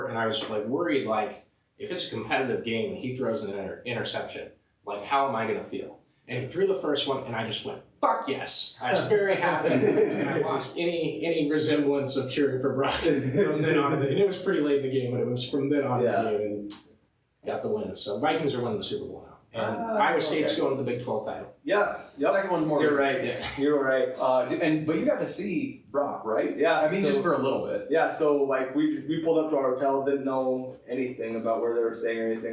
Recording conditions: poor sound quality